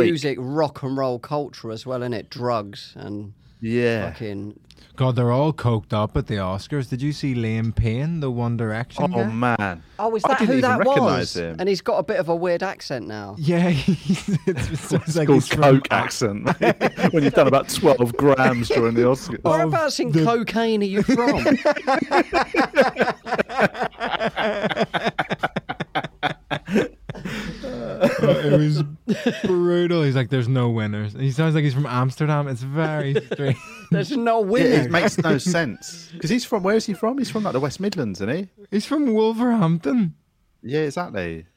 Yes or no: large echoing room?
no